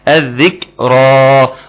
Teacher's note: وأن له الذكرى، تاخد بالك من الذال المشددة ثم والمكتورة والكاف، وتكون إيه الكاف الساكنة؟ الذكرى، عاوزين همس عشان تطلع الكاف واضحة، الذكرى. وطبعا هتاخد بالك من وأنا بقف إن بنقف على حرف المد بمد حركتين، المد الطبيعي الذكرى.